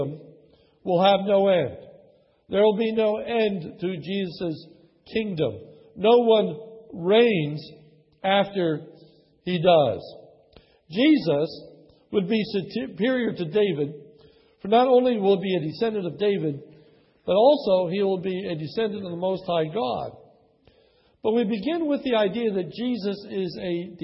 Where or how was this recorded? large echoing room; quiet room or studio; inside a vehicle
large echoing room